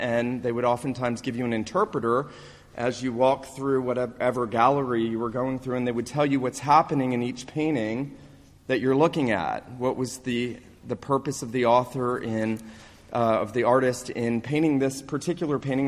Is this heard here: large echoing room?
yes